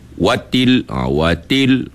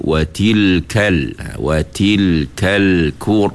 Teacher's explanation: Sebab ta dengan kaf ini hurufnya berangin, huruf hamas orang panggil. · Shown in: second take